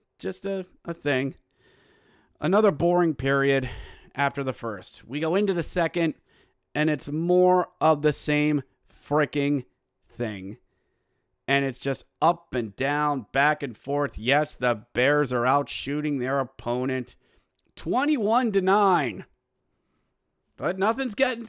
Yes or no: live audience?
no